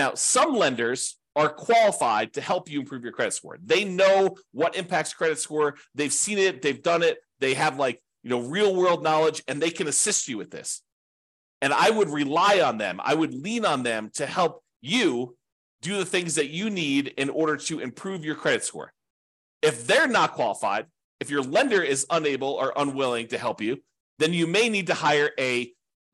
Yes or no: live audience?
no